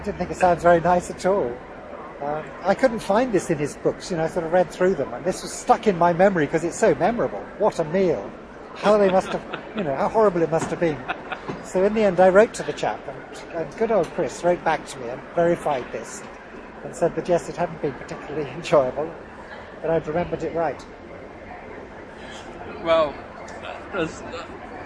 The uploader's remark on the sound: The recent Outdoors Show at Birmingham’s National Exhibition Centre gave us an ideal opportunity to catch up with old friends who we normally speak with over scratchy telephone lines.